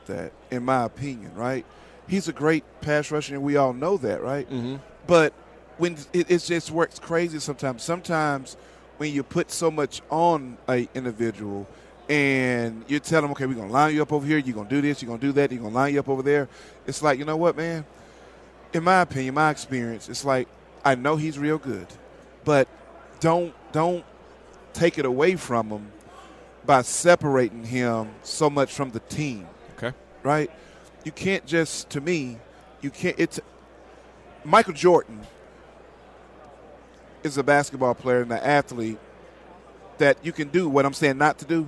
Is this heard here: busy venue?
yes